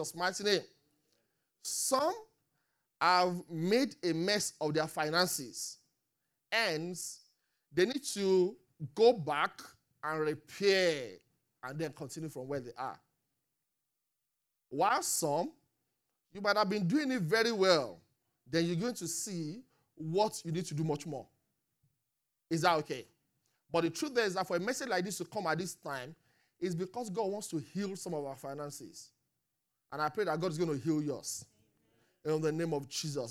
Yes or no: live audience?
yes